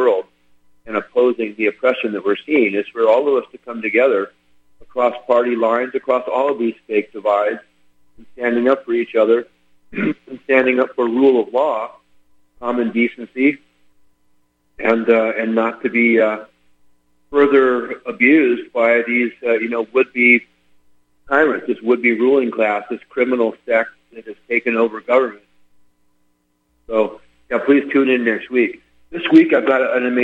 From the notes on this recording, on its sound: Call in guest